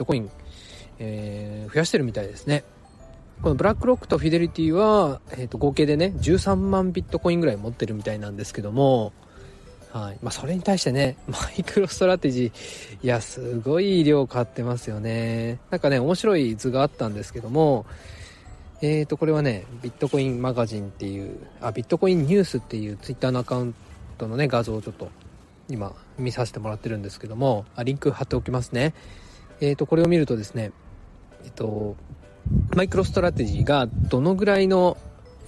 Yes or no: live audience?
no